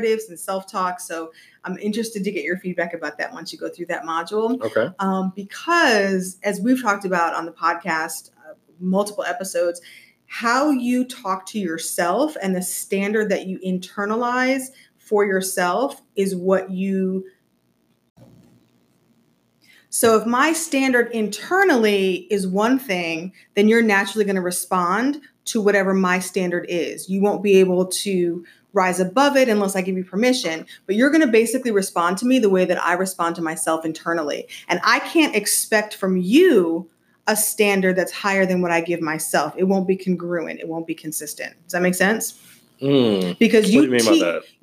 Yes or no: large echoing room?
no